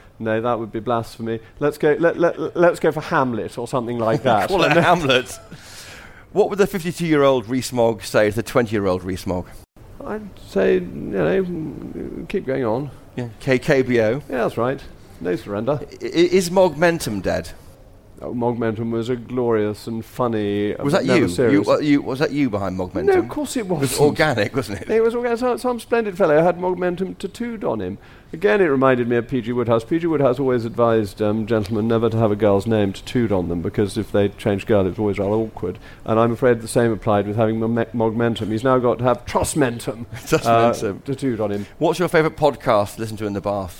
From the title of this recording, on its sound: Live from CPC